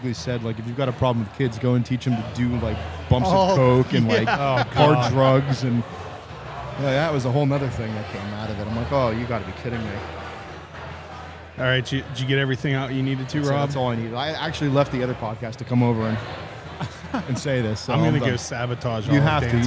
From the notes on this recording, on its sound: Stupid Questions at Too Hot For Gram. For this episode we headed out to Imprint Beer Company for the Beerscovery Too Hot For Gram festival to ask brewers stupid questions.